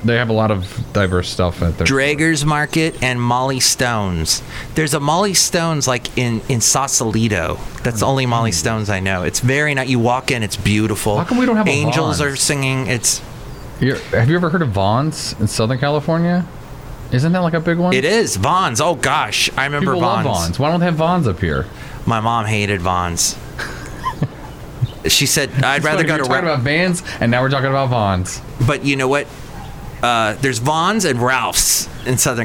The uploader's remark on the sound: Podcasts live from Cafe Anyway.